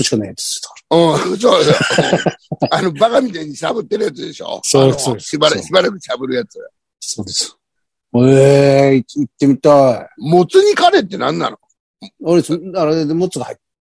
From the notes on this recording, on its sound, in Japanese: ZOOMで収録